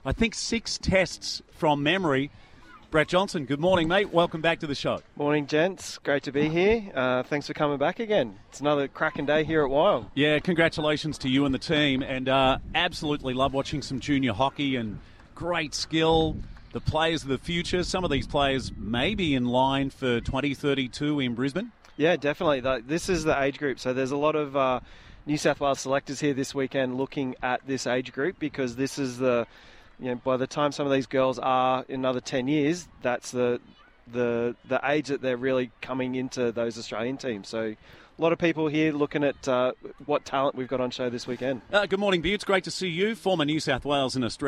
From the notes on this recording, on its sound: Live from the under 13s Hockey championships. It is spread over 2 locations.